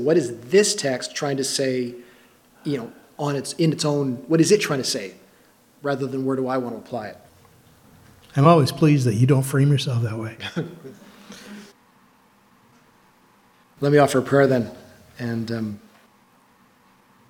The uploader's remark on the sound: These are recordings of our Sunday morning messages and some of the discussion that follows.